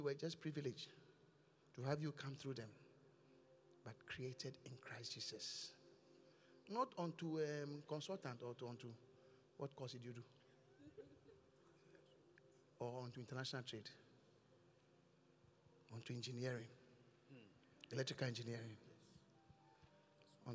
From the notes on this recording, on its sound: Encounter Service. Preached at The Qodesh.